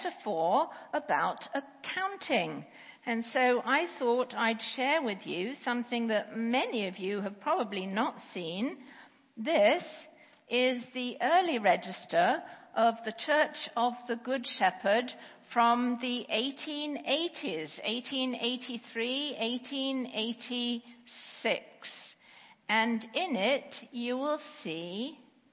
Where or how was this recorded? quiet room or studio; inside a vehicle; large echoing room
large echoing room